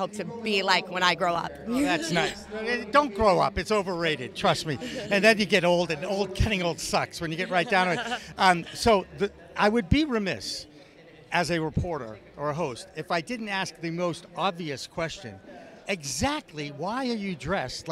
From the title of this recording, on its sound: the Harvest Cup 2022 in Worcester, In the Weeds on location